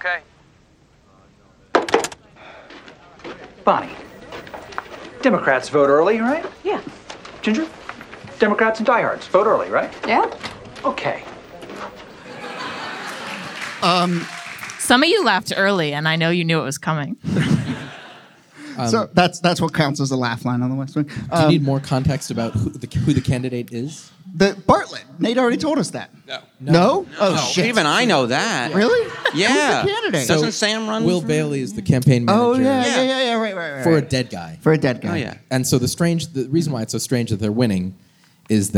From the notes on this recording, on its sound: This episode was recorded live at the Crest Theatre in Los Angeles.